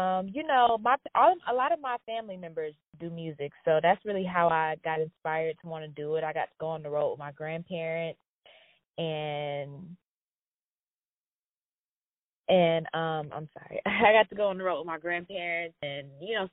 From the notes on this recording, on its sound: On the phone